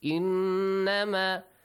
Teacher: nun mushaddad must produce a nasal sound and extend the sound for two counts